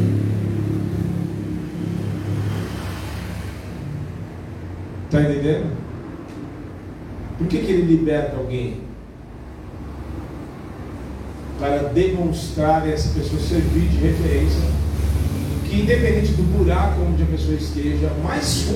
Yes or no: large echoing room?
yes